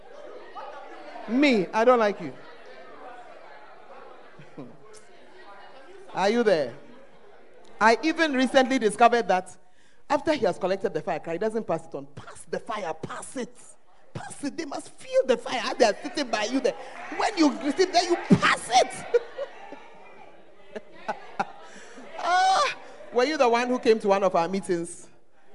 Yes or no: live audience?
yes